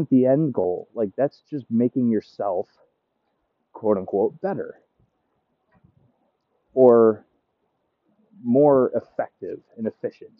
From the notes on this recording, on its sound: The dogs are barking, the wind is blowing